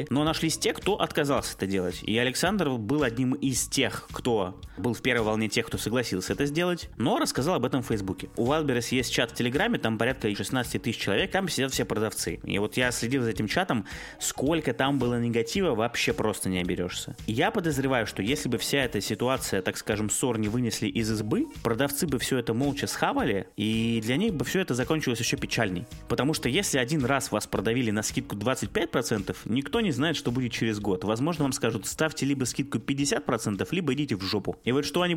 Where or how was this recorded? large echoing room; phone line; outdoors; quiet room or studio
quiet room or studio